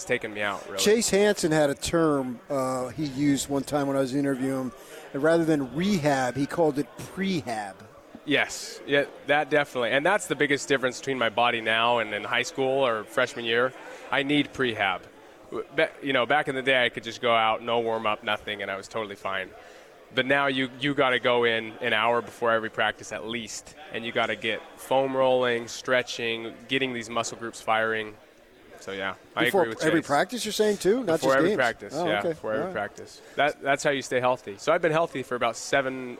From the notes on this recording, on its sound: LIVE from Pac-12 Media Day in Los Angeles, CA